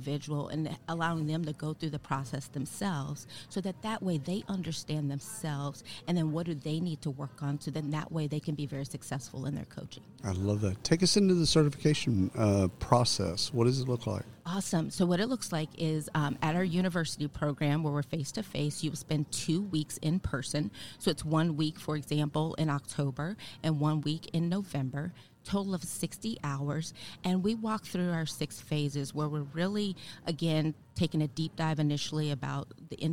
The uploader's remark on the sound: Live from SHRM 2022.